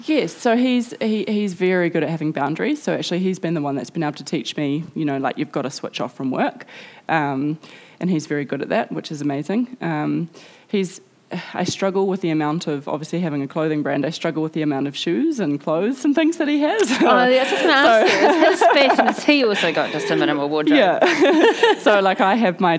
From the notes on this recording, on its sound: At The Treehouse at Cloudy Bay at the 2019 Marlborough Book Festival.